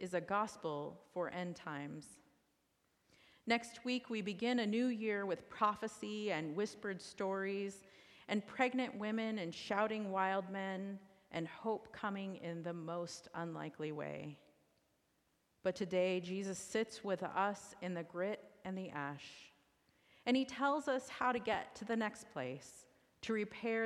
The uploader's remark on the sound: recorded live at the 10:00am service on Sunday, November 26, 2023.